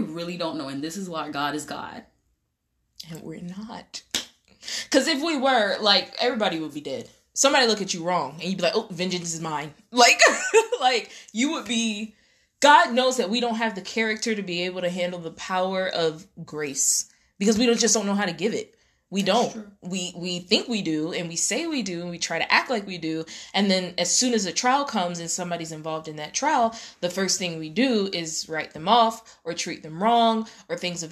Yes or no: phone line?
no